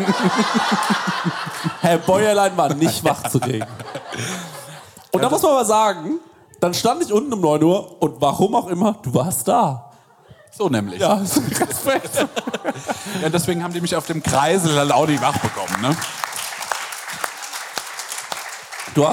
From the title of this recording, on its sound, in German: Live aus Berlin